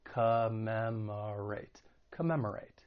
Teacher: first and third syllable have that schwa sound, that unstressed vowel sound, which sounds like a, commemorate, commemorate.